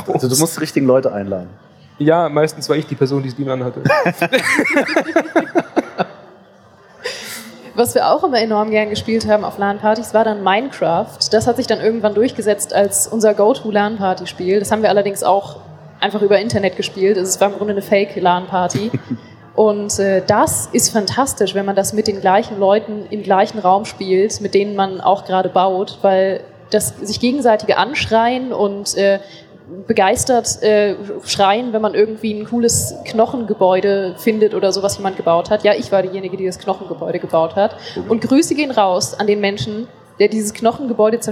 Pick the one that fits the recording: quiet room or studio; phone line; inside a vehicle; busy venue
busy venue